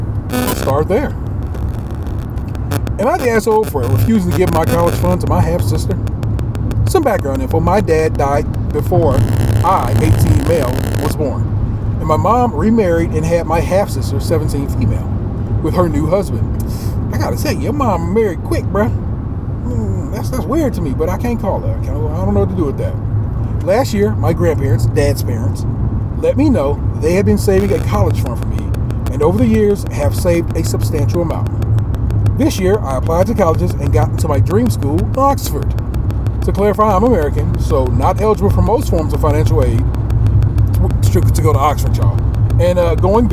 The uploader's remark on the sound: We recorded some at the lovely Hilton Garden Inn Detroit Troy and the rest we recorded on the Ohio Turnpike travelling home.